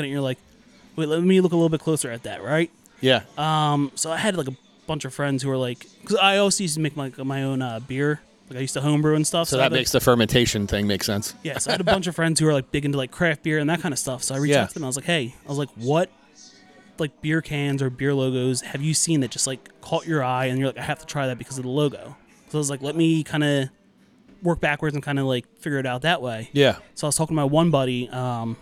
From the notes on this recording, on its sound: I was on location at Johnny's Pizza in Bryn Mawr